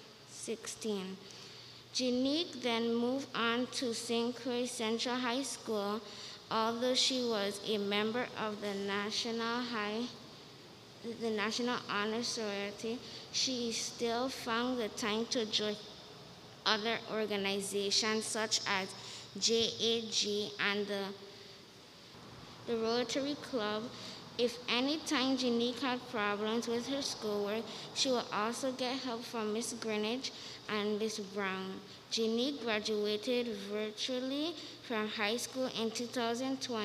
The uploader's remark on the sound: KeepItLoud Crew Live with St. John's Episcopal Church Service - 25th Sunday after Pentecost U.S.V.I.